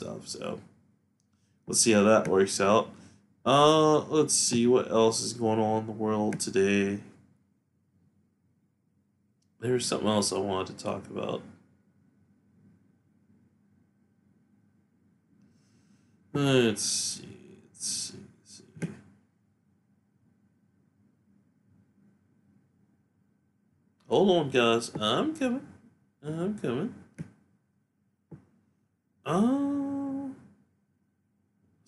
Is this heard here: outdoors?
no